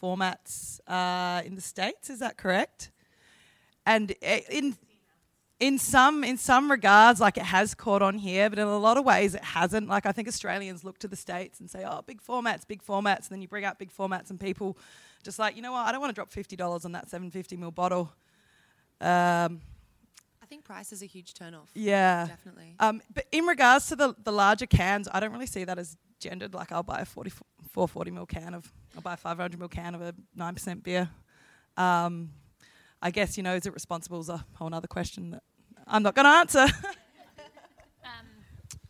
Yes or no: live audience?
yes